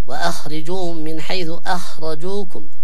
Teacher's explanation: ترقق الهمزة وتضخم الخاء